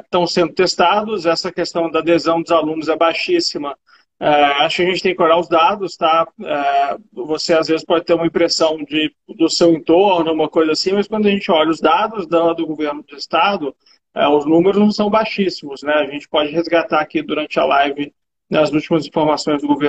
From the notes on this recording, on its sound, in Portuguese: Live feita no Instagram